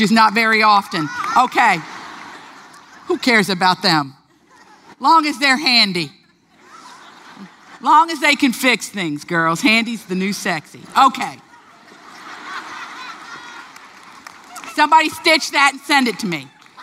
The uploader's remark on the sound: LIVE conversation. With an audience Q&A.